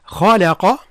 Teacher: هناك تفخيم للخاء، نعم. ترقيق لللام وتفخيم للقاف